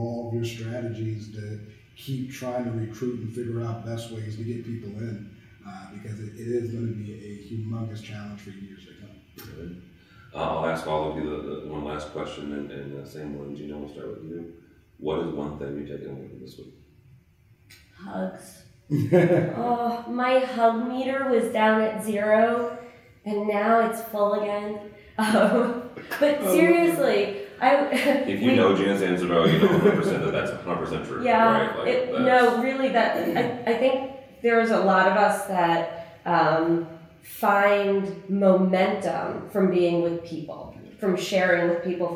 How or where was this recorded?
busy venue